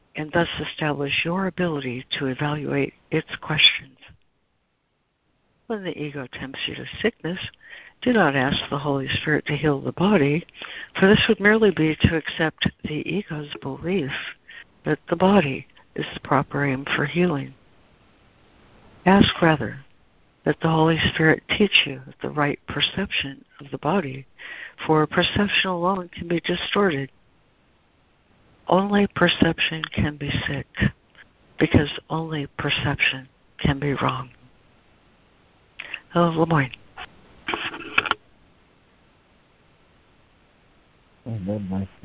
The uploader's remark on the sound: ACIM Daily Conference Call